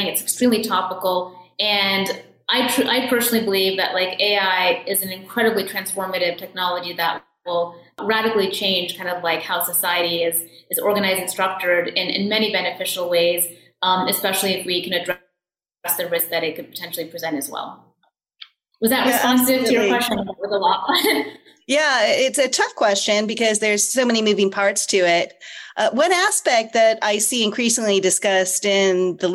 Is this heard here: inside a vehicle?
no